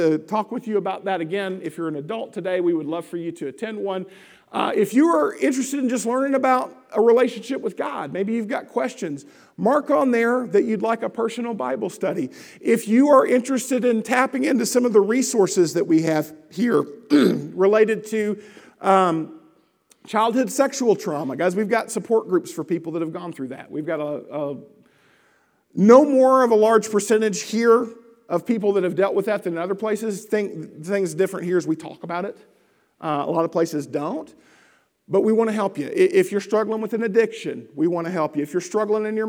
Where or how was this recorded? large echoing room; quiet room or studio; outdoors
large echoing room